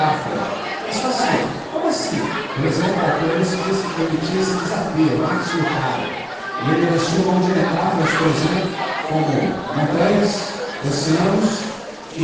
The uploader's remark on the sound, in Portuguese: Gravado em 11 de Novembro de 2023 no Sarau Literário do Colégio Batista Brasil unidade Volta Redonda, RJ.